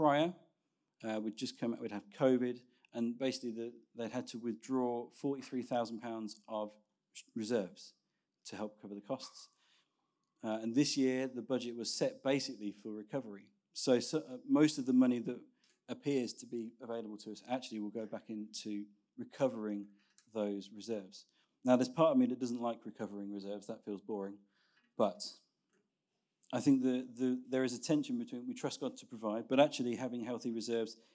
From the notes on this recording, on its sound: Recorded Sun 17th Sept at Saxon Hall, Raunds